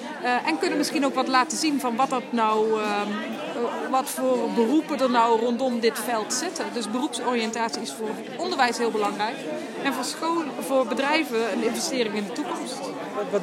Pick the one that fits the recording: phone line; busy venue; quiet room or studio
busy venue